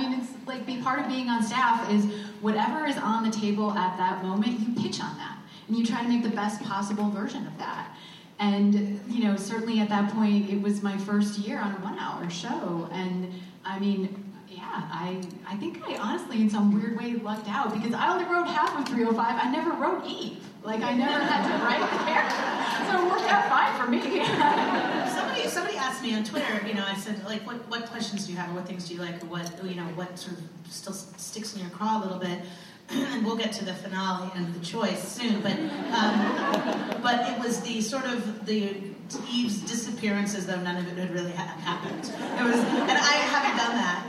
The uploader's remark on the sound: Recorded at ATX Television Fest in June 2015.